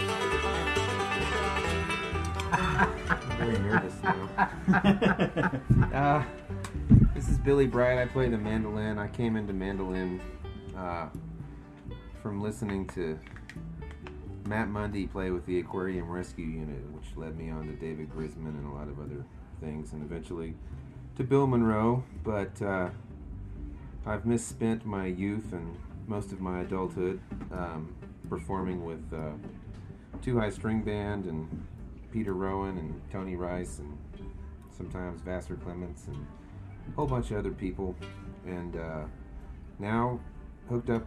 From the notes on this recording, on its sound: live at Cervantes Other Side in Denver, CO.